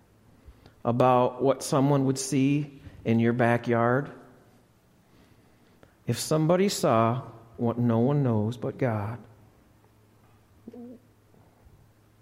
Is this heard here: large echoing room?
yes